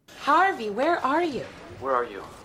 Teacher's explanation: we're going to listen to an American saying it, so you're going to hear that final R.